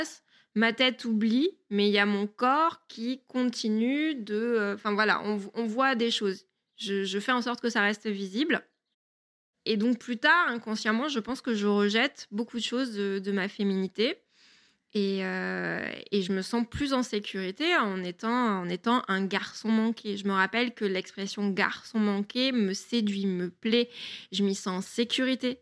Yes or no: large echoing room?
no